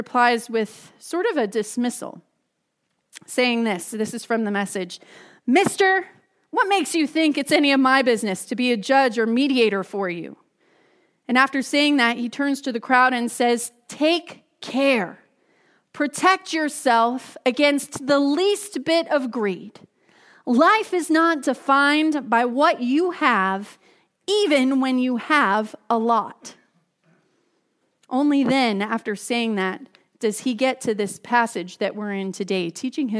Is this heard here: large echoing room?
yes